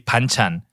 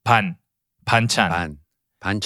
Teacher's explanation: So it's actually in between. It's in between B and a P. It is a little closer to a B because it is vocalized. It's not 100% percussive.